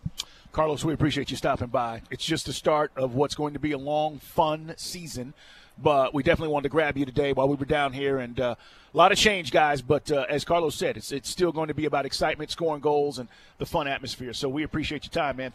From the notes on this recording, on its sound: Joins the guys LIVE at the Benz.